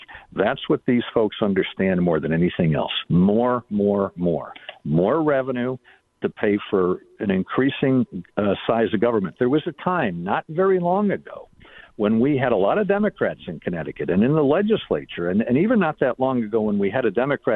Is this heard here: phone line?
yes